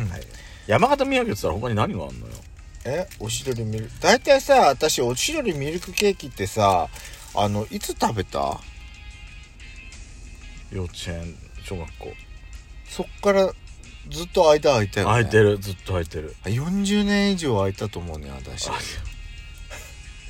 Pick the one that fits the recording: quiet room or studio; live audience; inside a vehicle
inside a vehicle